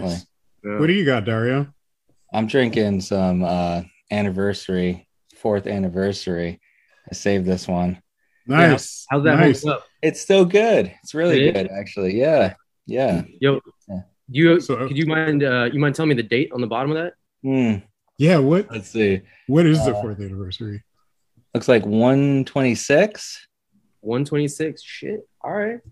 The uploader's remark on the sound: Recorded Live on Zoom